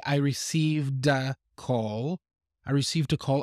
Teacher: with the linking, you would probably hear that d sound in the past tense